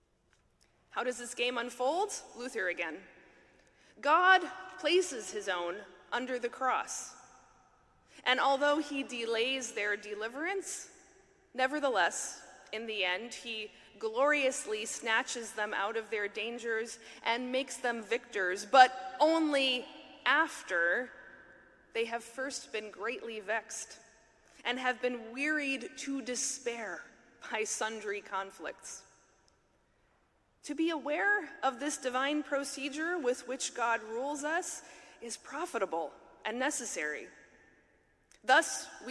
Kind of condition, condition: setting, live audience